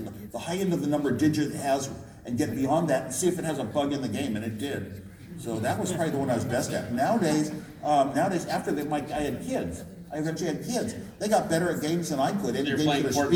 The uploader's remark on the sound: LIVE at Crypto Invest Summit 2018 (part 1).